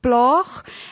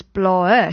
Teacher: woorde wat op 'n G en op 'n D eindig, verloor baie maal daai G en daai D en dan kry dit 'n E aan. So jy het byvoorbeeld die woord plaag en die meervoud daarvan is plae, so die G val weg, een van die A's val weg en daar kom 'n E aan.